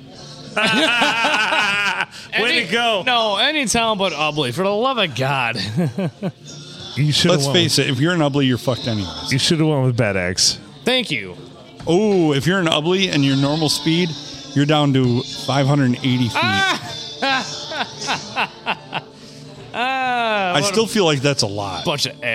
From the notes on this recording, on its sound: Recorded in front of a live audience shooting pool at the Blue on a Sunday.